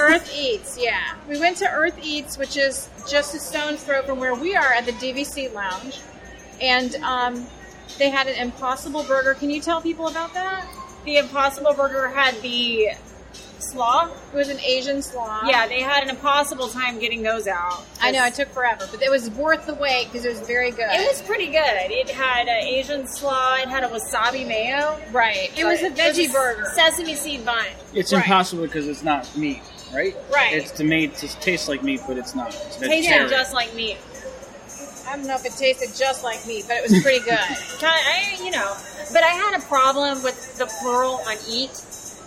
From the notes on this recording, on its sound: Epcot Food and Wine Festival Review - from the DVC Lounge! On today's episode we are recording on location to give you our take on the 2018 Epcot International Food and Wine Festival! We were actually recognized while in the parks so of course we had our listeners chime in on the show! The DVC Lounge on this special on location edition of The Mouse and More Podcast.